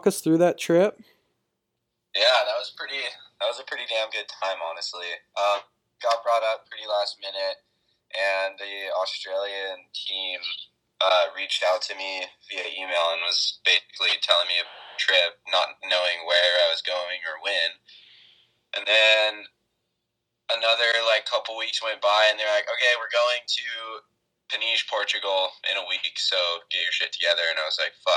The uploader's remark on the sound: makes a phone call